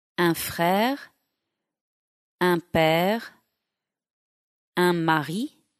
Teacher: Un is a short nasal sound. The N sound disappears unless it's followed by a liaison.